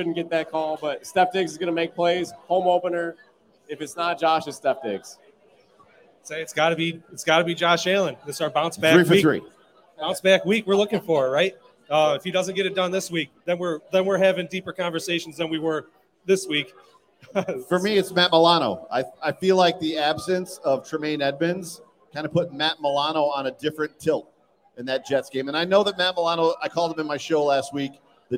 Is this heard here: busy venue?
yes